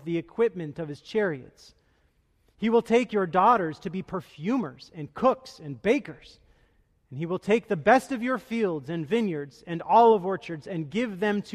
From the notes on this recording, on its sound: Delivered duruing the Traditional Worship service.